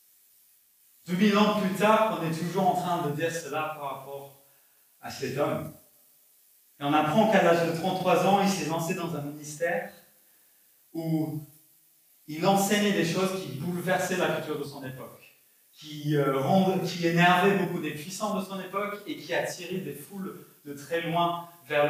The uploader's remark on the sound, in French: Enregistré à l'église CVV, le 12/12/2021